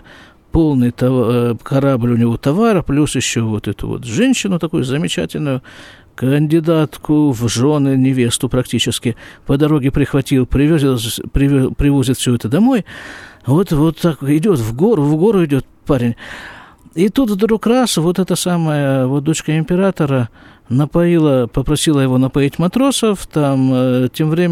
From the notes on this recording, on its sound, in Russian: Запись из сукки.